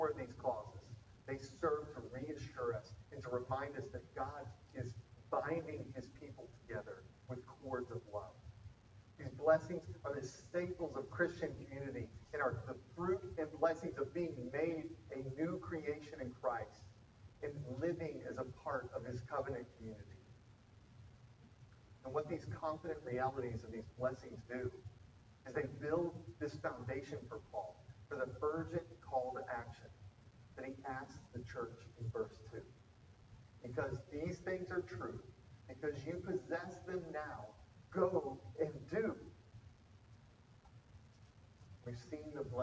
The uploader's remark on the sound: Apologies for the audio issues this week, we are aware and correcting!